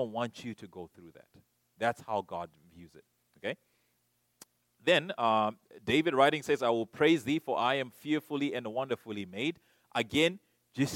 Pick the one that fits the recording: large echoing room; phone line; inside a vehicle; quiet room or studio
large echoing room